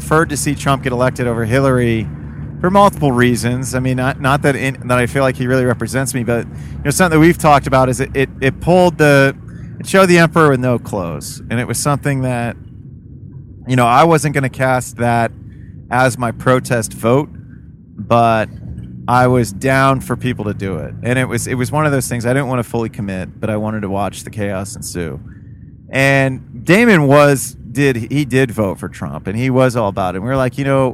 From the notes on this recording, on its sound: CarPod. While we are driving from Columbus to Detroit.